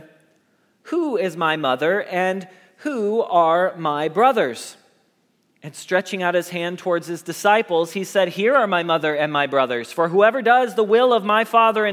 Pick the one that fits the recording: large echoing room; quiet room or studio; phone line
large echoing room